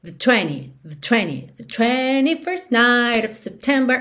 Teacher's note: você praticamente não ouve o the